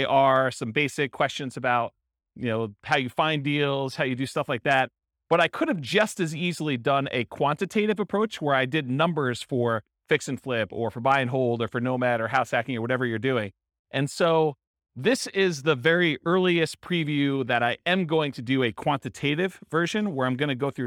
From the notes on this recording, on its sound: This was a live class recorded to give investors a solid qualitative overview of all the different real estate investing strategies. The live in-person version.